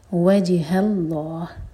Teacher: جیم پر قلقلہ اور high light, وجہ اللہ، لام جلالہ ہیوی، یہاں رکیں گے ہا کو ساکن کر کے، تو یہ ہے مد عارض للسکون، چار حرکہ لمبا کھینچیں گے.